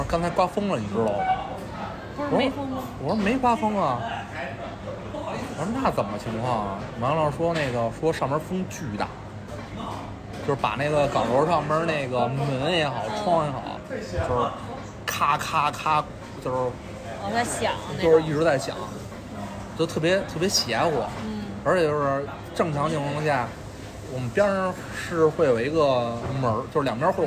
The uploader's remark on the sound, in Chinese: 这期节目是在餐厅录制的，底噪比较大，望大家海涵。